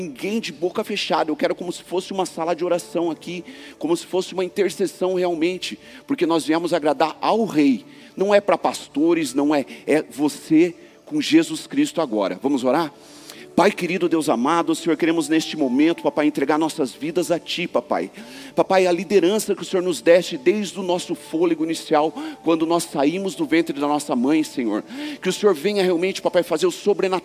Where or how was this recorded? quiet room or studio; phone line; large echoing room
large echoing room